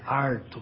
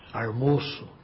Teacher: o famoso R retroflexo, que é típico da área caipira